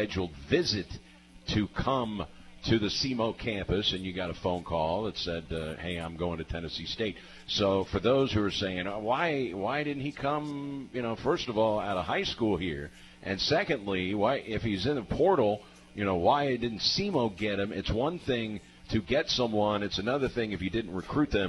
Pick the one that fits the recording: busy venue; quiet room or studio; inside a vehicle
busy venue